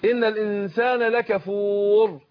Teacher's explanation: وهنا الراء لو كانت ساكنه وما قبلها ساكن ننظر الى الحرف الذي قبلها، فان كان مفتوح او مضموم نفخمها، لو كان مكسور نرققها. فهنا ساكنه وما قبلها حرف المد اللي هو الواو ساكن وما قبله ايه مضموم، يبقى بنعمل ايه بنفخمها